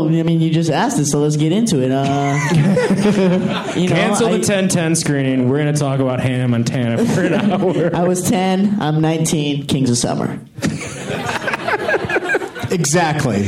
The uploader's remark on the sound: For a Q&A after a showing at the Landmark Theater in L.A.